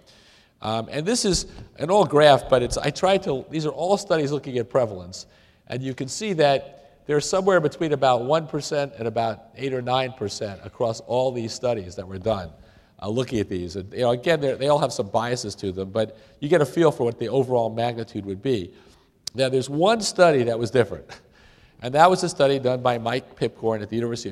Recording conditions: live audience